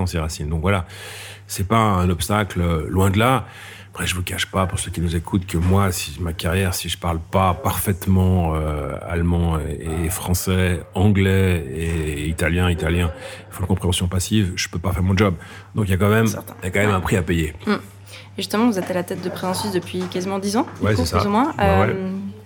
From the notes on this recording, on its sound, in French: Cette conversation a été enregistrée au Café du Simplon à Lausanne.